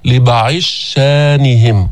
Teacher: أدغم الضاد في الشين